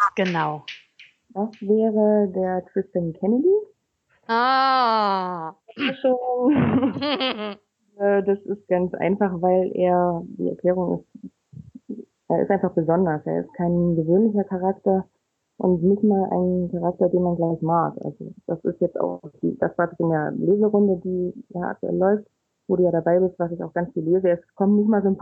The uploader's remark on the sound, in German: Entschuldigt bitte, dass die Tonqualität leider nicht auf unserem üblichen Niveau ist, da das Interview via Skype geführt und aufgenommen wurde.